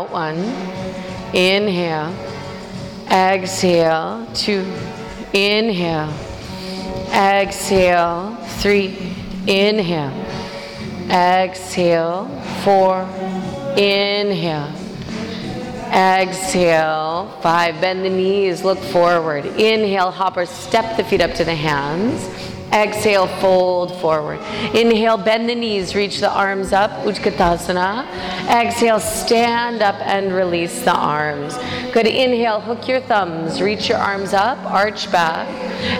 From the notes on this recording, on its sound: Full length Jivamukti Yoga class, recorded in Union Square, NYC.